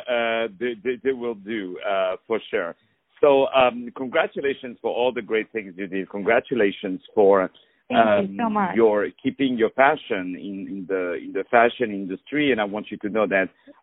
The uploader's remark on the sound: On the phone